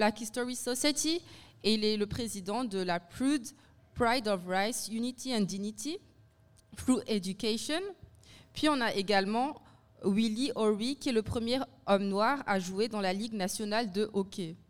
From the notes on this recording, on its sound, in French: Dans cet épisode enregistré en direct du bar Le Coude, à l’Université de Moncton.